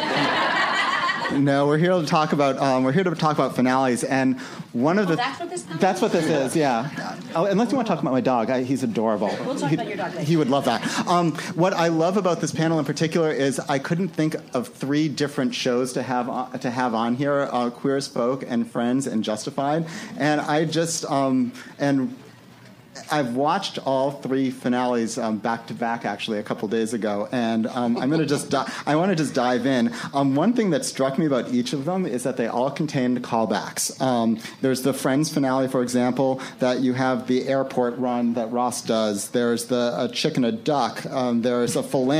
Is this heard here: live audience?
yes